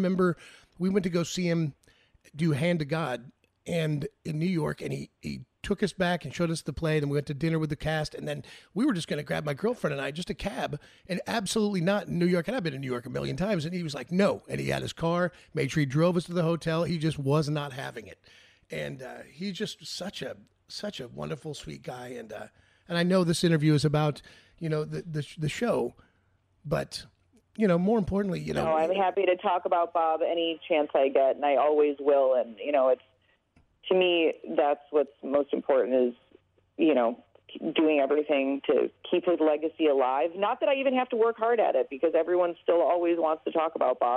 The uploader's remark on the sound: on the phone